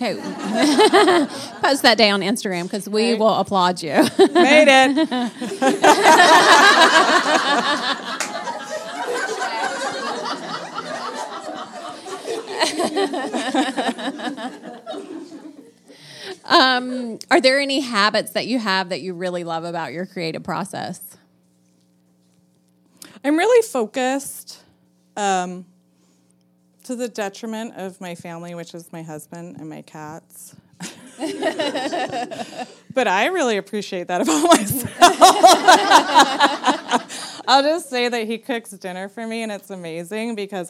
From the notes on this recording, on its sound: LIVE Modcast from CraftSouth in Nashville, TN while Quiltcon was in town